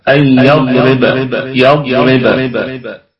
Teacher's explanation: الباء فيها قلقلة نسبية وصلا، وقلقلة وسطى وقفا لأنها تكون ساكنة متطرفة